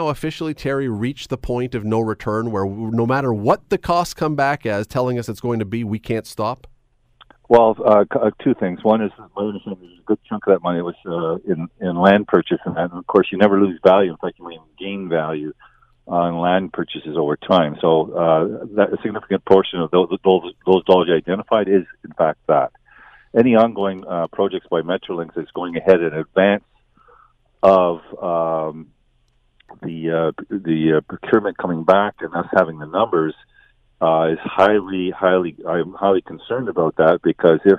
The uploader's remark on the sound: opens the phone lines to get your take on this.